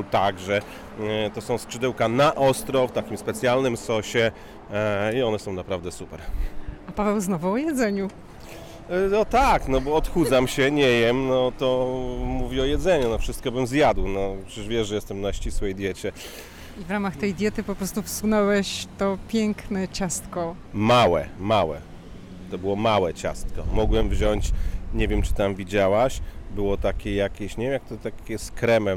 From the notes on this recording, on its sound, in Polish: Odcinek nagrany na ulicach Georgetown, historycznej dzielnicy Waszyngtonu znanej z urokliwych uliczek, przy których stoją domy w zabudowie szeregowej, z drzwiami pomalowanymi w różnych kolorach.